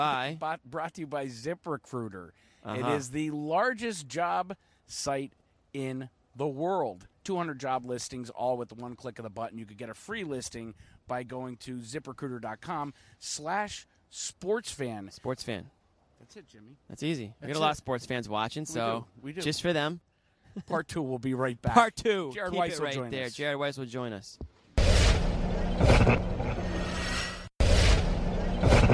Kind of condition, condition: setting, busy venue